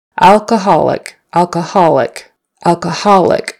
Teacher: Alcoholic with the stress on that next to the last syllable.